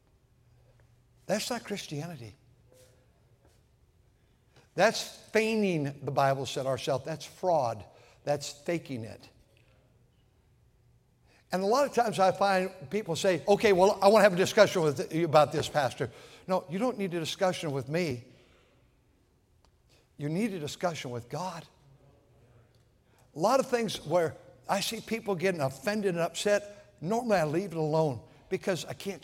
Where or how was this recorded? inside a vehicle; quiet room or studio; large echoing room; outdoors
large echoing room